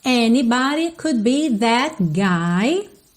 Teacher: Anybody, rarara, nesse D, ok? Could be, percebe como você não ouve o D do could, consoante oclusiva pintadinha de vermelho.